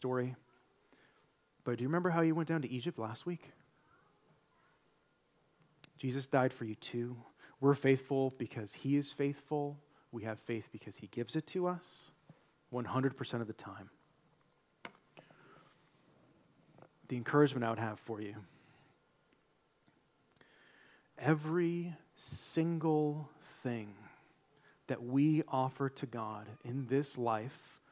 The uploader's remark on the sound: delivered this sermon during our March 26, 2023, Sunday worship service